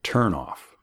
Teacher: No está en la preposición off, está en turn, turn off. En las palabras compuestas, como turn off, el énfasis cae en la primera sílaba